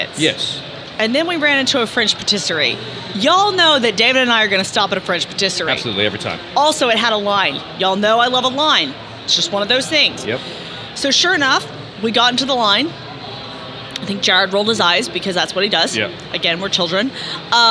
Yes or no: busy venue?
yes